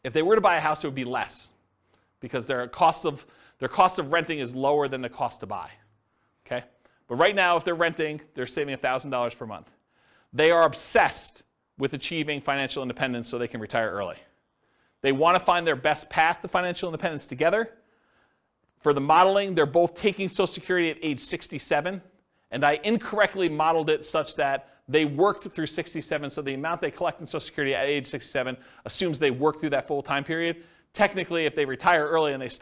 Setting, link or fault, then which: setting, live audience